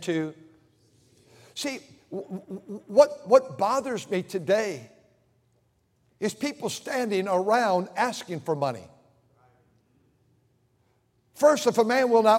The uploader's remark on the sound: During the Wednesday Evening service on November 29, 2023, at North Valley Baptist Church in Santa Clara, California.